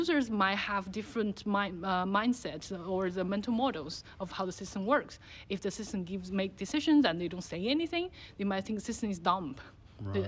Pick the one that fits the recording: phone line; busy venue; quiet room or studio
busy venue